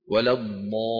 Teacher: فإن كان قبلها مفخم تفخم، ولا الضاء. شايفين الألف كيف مفخمة؟ ليه؟ لأن قبلها الضاد.